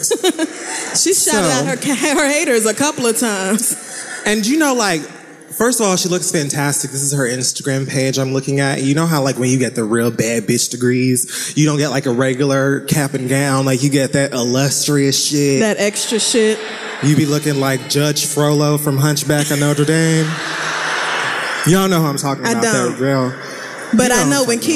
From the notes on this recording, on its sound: Live in Oakland.